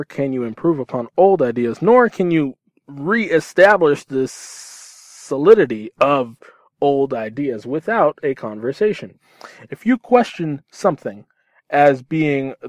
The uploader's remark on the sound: From my car, to your ears.